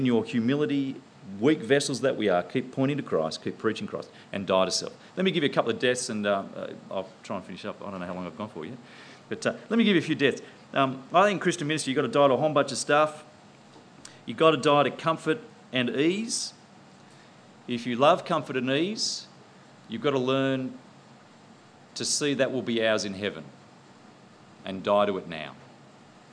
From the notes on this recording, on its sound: Presented at the 2010 National In The Chute conference in Canberra.